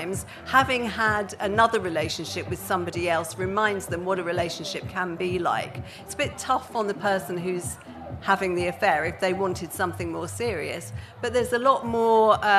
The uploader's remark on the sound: (Live at Latitude 2022). Their first ever live recording of the podcast that they performed at Latitude 2022.